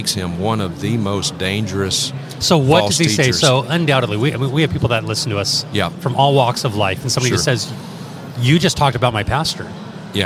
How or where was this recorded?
busy venue